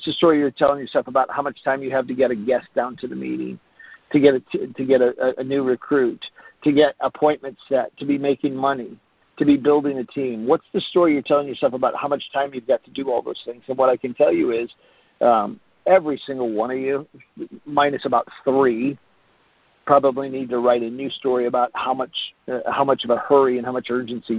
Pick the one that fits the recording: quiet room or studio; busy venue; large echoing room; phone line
phone line